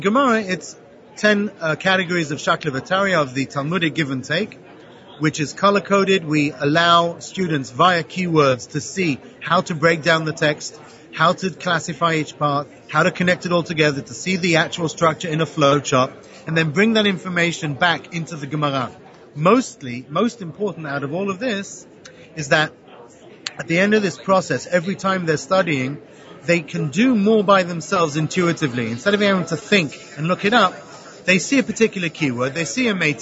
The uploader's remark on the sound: Live from the Innovation in Jewish Education Conference